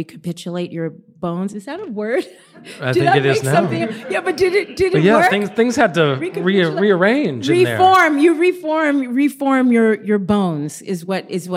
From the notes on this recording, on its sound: Live at BroadwayCon 2023! In an enjoyable BroadwayCon encounter this past summer, I found myself in the heart of all things Broadway, rubbing shoulders with the stars and hosting live interviews for the Broadway Podcast Network.